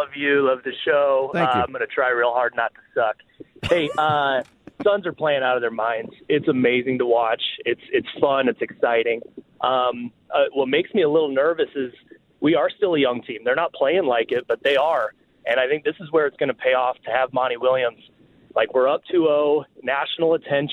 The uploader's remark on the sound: Take phone calls from Suns fans.